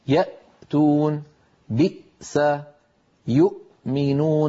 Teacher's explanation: فنجد بأن المخرج قد انقفل تماما عند نطقنا للهمزة الساكنة